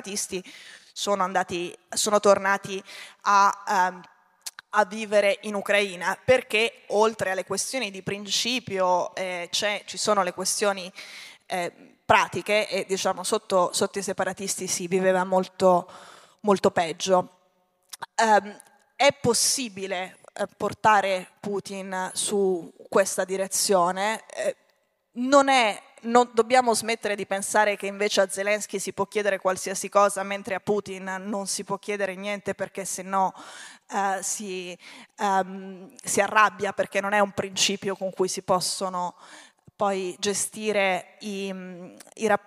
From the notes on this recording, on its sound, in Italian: Questo intervento è estratto dal Festival "Dialoghi di Pandora Rivista" dell'ottobre 2022.